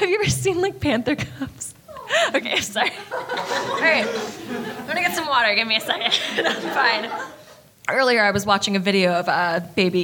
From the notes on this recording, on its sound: LIVE in CHICAGO!!! Since we're both on opposite coasts, your Cryptid Keeper hosts decided to meet in the middle and do a live show in Chicago!!! Pardon our various plosives and various other mishaps that come with live show audio.